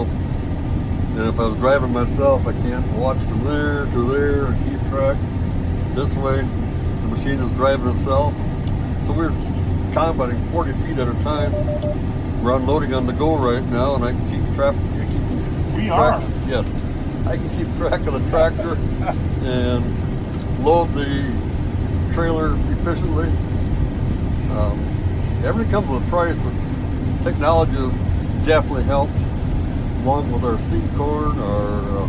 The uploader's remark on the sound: take the show to Estrem Farms outside of Nerstrand, Minnesota